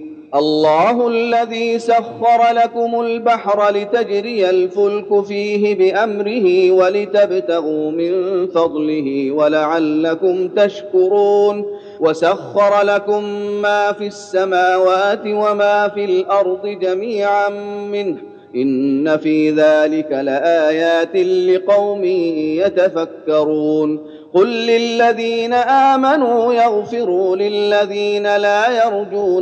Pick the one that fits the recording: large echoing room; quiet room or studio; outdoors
large echoing room